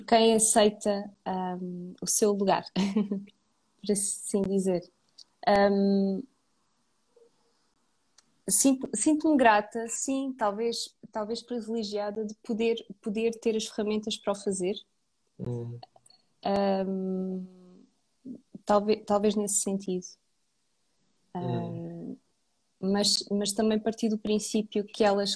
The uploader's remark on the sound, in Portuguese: Conversa Live IG.